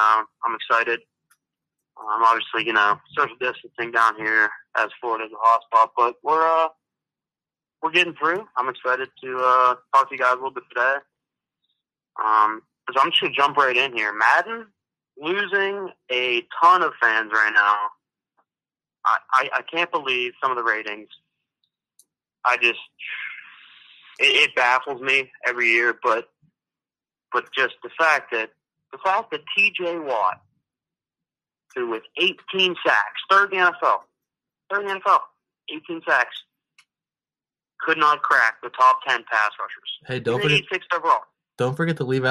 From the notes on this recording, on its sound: joins us on the phone for the second segment